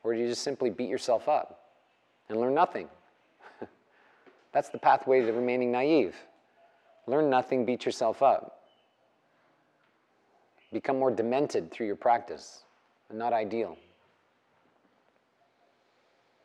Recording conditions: live audience